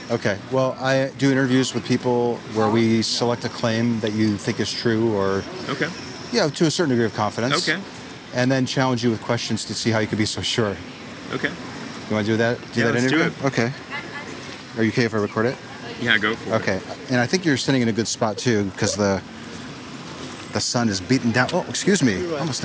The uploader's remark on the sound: Location: San Antonio, Texas. Recorded w/Go-Pro.